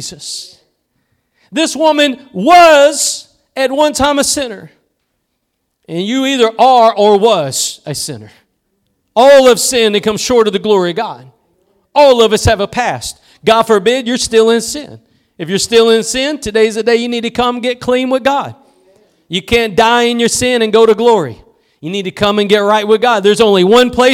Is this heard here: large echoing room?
yes